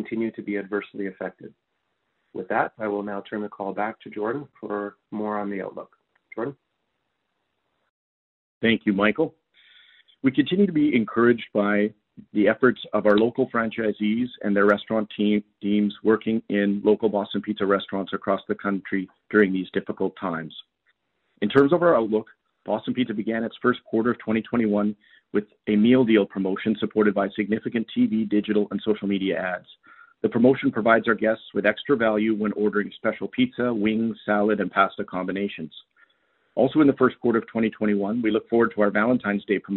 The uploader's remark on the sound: Fourth quarter 2020 earnings call for Boston Pizza Fund.